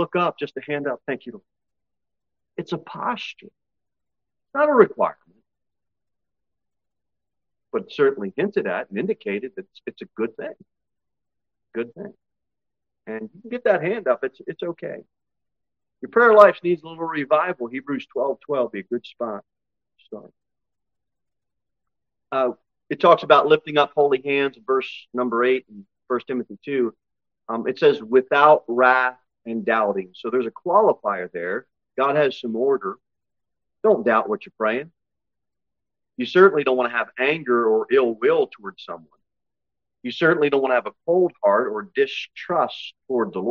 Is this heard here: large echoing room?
yes